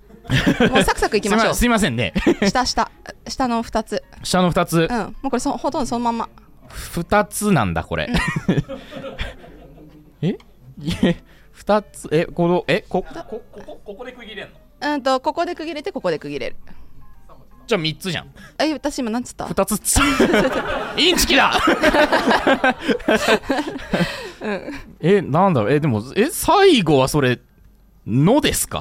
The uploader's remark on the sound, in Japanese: 今回はゆる書道学ラジオ、初の公開収録です。はじめての公開収録。